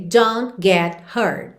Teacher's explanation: a gente quase não ouve os T's finais